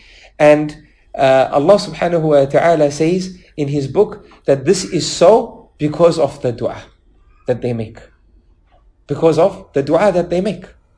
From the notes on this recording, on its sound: lecture presented at the Melbourne Madeenah in Melbourne Australia